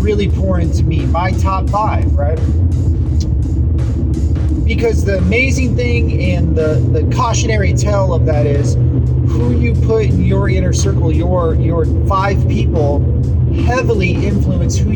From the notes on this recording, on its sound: A podcast series on my drive...A CARcast.